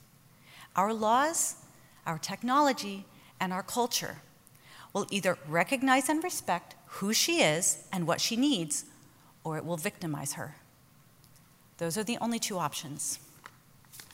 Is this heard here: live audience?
yes